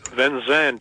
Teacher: Ich würde das Z stimmhaft, als stimmhaftes S aussprechen.